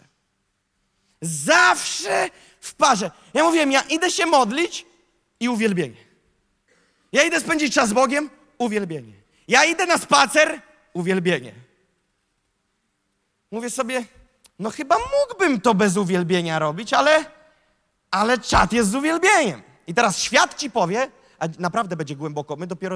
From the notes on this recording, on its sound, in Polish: Nauczanie zostało nagrane podczas Sesji 4 konferencji „Czas Poruszenia vol.3 | Warszawa”.